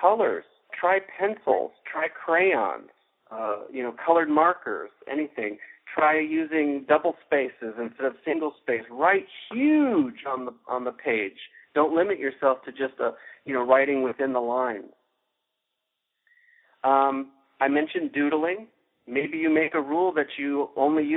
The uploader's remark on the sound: Journaling Course Conference Call. We go directly to the Journaling Classroom and listen in to participants’ sharing.